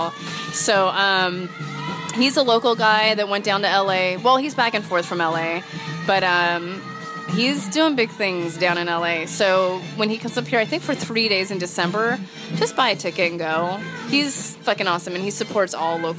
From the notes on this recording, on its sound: This week's Flash Back Friday is brought to you from a dive bar in the Tenderloin neighborhood of San Francisco, recorded in December of 2017. It represents the quintessential dive bar experience: good music, heavy pours of whiskey.